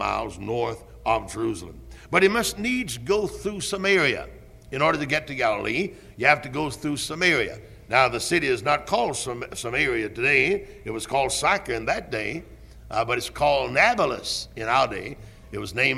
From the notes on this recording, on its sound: Originally preached at Tabernacle Baptist Church in Greenville, SC on June 24, 1973.